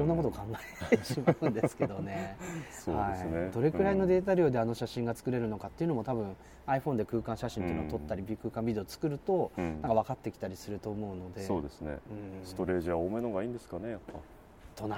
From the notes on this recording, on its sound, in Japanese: Appleイベント2日目、昼下がりのApple Park Visitor Center屋上で。